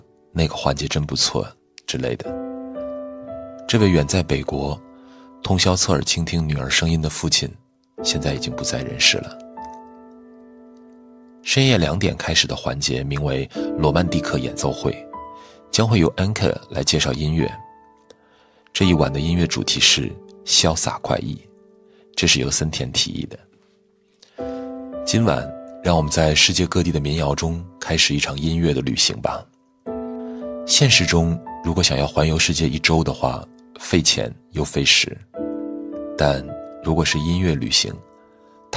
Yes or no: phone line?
no